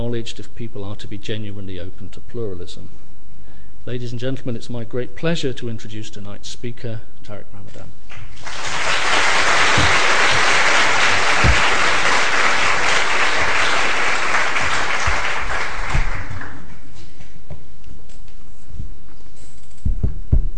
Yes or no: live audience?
yes